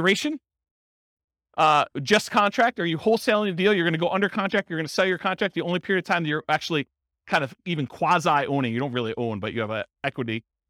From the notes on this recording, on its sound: This was a live class recorded. In Santa Clarita, California.